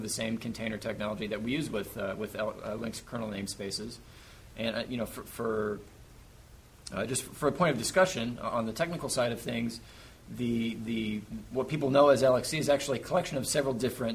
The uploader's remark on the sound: Live from Red Hat Summit